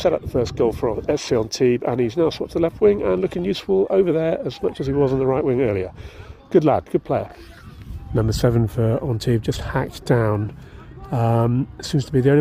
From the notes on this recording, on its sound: was recorded at the Stade Fort Carré on 18 February 2024.